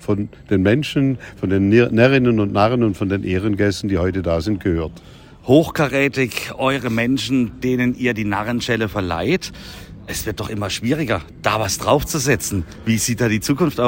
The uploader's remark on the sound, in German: spricht live vor Ort von der Verleihung der Narrenschelle im Erlebnishotel Colosseo des Erlebnis-Resort